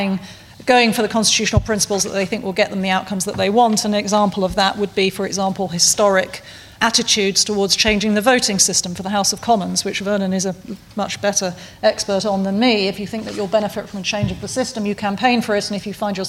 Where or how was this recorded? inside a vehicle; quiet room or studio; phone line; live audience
live audience